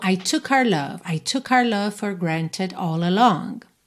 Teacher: essa palavra our, nosso, nossa, nossos, nossas, acaba ficando reduzida ao som da letra R. R, o nome da letra R, né?